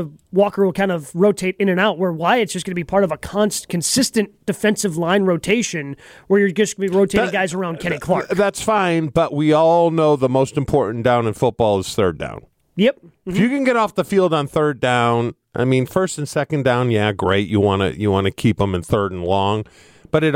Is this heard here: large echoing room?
no